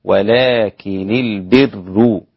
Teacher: نافع وابن عامر بكسر النون دون تشديد ورفع الراء